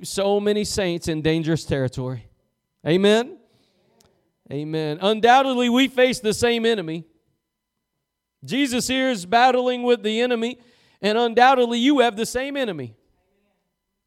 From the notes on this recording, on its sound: Preached at Gospel Lighthouse in Bossier City, La.